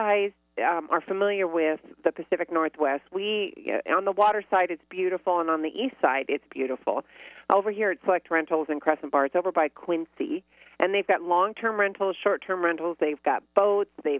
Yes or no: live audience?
no